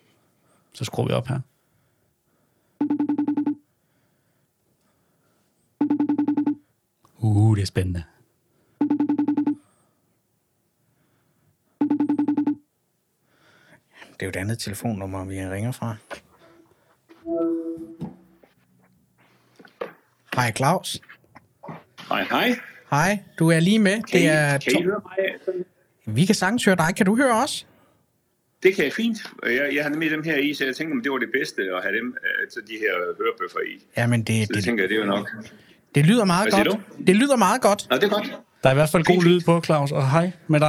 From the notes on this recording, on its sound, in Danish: Ringer i denne episode op til.